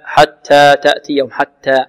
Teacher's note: تأتيهم حتى تأتيهم حتى تصير في التاء رائحة السين خطأ بل لابد من همس التاء همسا كما جاء عن القراء